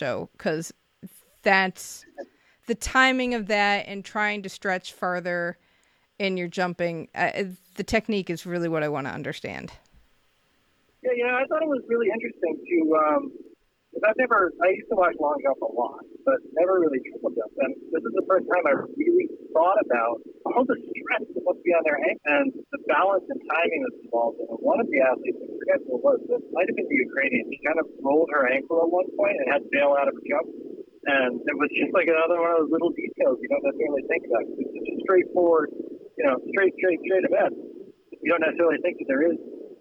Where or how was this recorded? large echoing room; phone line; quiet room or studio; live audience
phone line